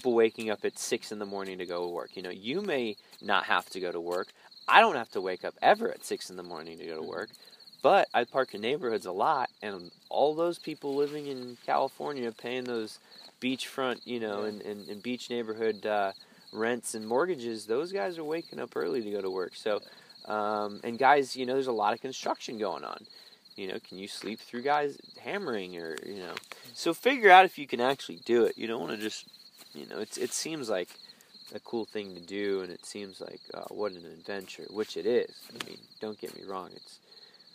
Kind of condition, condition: setting, outdoors